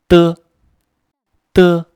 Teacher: 舌尖用力，气流形成阻碍，然后爆破出来，形成声音